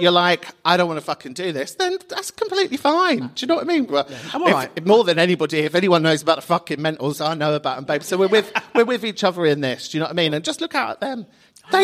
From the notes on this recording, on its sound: The pub is open for a special live Xmas knees up with the regulars recorded at Camden People's Theatre.